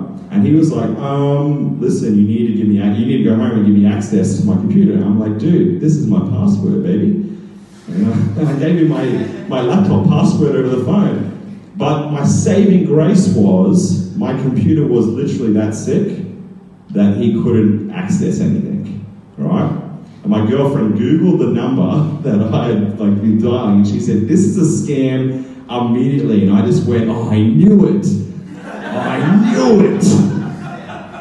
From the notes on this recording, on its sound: Recorded live at BackDock Arts in Brisbane, Australia's Fortitude Valley. The Story Chunder is a live event where storytellers share unbelievably true stories from their lives.